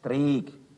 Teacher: Der Dreck ist in der Mundart ein außerordentlich weicher Dreg